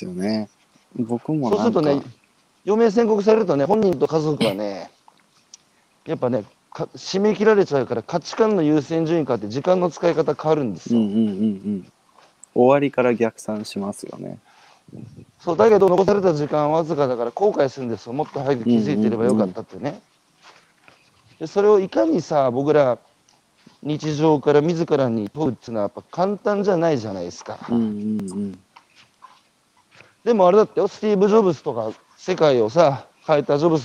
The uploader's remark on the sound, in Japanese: 歩くラジオ。歩きながら1時間、対談する。